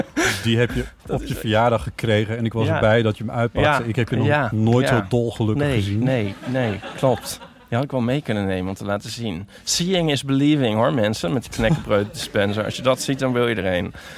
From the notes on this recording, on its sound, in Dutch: LIVE vanaf het Podcastfestival in de Tolhuistuin in Amsterdam.